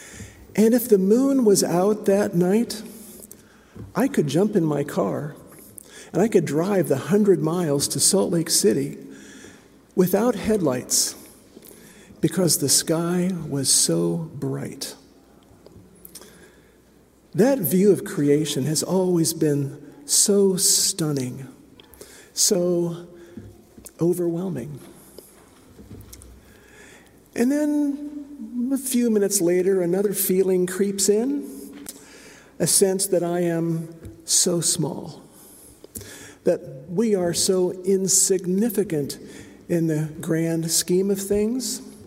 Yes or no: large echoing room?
yes